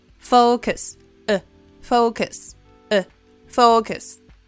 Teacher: en la segunda sílaba van a escuchar el sonido de vocal de schwa, que es sumamente común en inglés en sílabas átonas